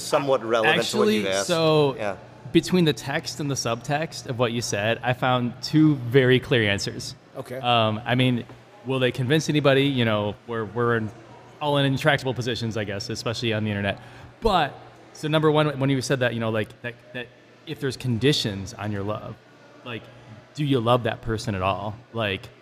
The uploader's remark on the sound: broadcasting live from Goldhorn Brewery!